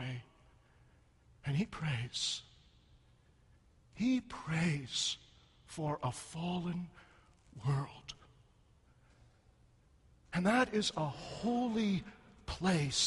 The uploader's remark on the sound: a sermon preached in the Concordia Seminary Chapel